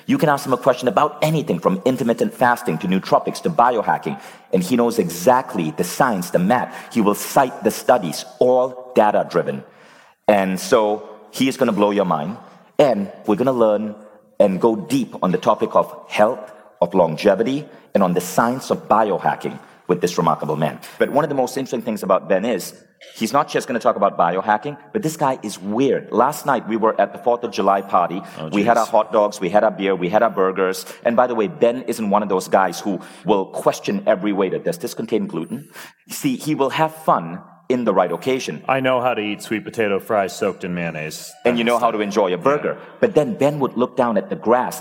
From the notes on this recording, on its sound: on stage at Mindvalley University Tallinn